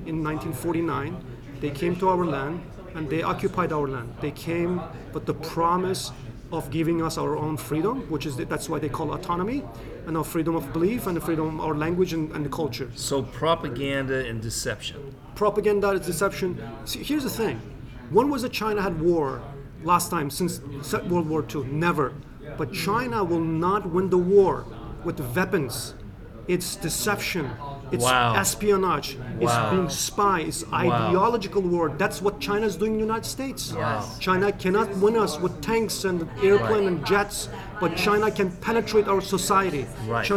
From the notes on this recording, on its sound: at the International Religious Freedom Conference in the nation’s capital